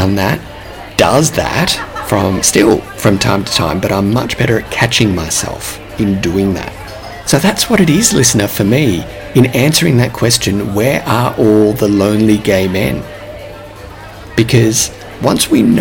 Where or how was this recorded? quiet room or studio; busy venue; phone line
busy venue